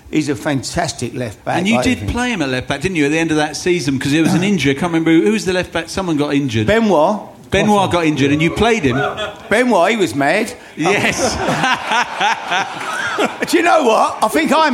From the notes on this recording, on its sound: If you were there you witnessed three great shows, live at the 100Club and this is the second one!